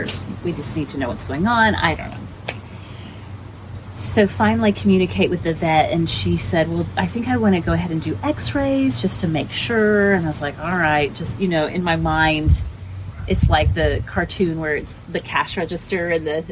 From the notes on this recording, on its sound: background noise conquers the day’s effort